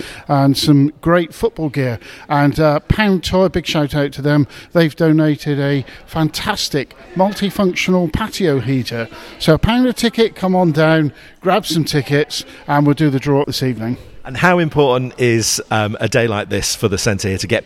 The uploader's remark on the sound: Extracts from our live reports at the Clarke Foley Centre as the Premier League and Women's Super League trophies visit Ilkley.